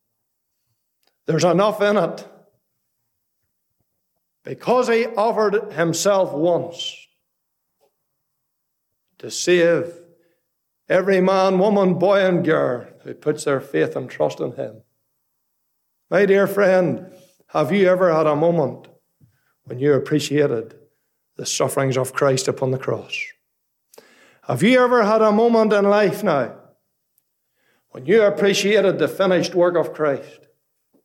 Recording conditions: large echoing room